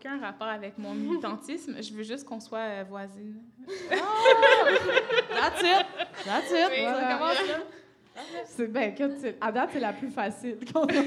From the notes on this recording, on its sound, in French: Enregistré devant public. À La Cale Pub Zéro Déchet au 6839 rue St-Hubert à Montréal.